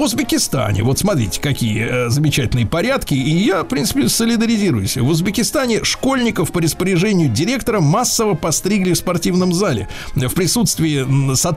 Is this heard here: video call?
no